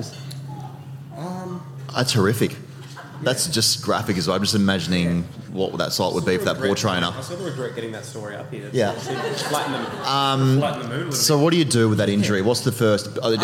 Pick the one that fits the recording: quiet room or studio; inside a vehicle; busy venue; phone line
busy venue